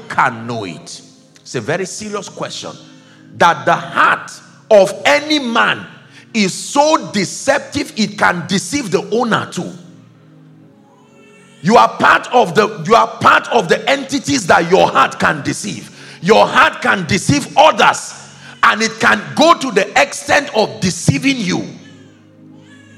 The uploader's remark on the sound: The first day of the 6th Annual International Prayer Conference